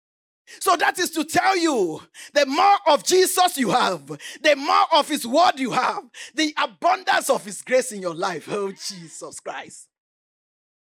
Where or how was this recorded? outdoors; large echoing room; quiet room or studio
large echoing room